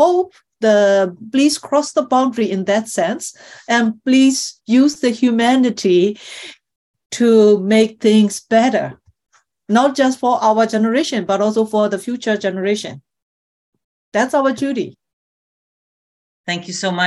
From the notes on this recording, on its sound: This episode is a recording of an online panel of writers and activists discussing the situation surrounding freedom of expression globally.